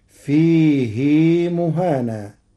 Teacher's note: قرأ ورش كلمة فيه بعدم صلة الهاء فتصير ويخلد فيه مهانا على إرادة التخفيف.